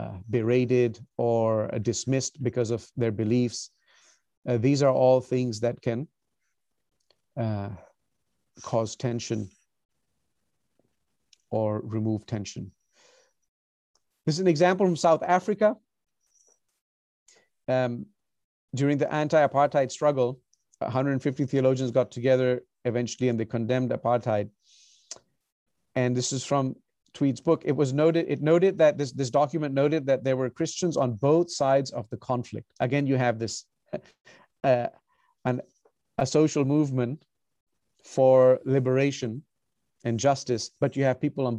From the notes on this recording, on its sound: recorded on Zoom